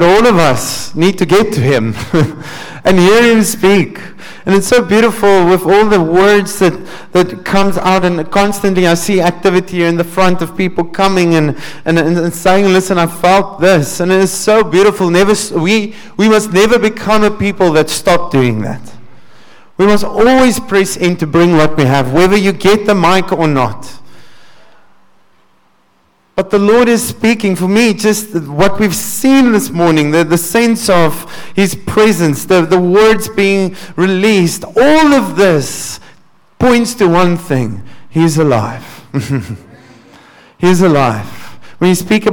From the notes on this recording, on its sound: Sunday Sermon. At Joshua Generation Church Wellington AM congregation.